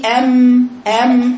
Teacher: حرف الميم يا بناتي زي ما قلت لكم حرف يخرج بين ايه؟ الشفتين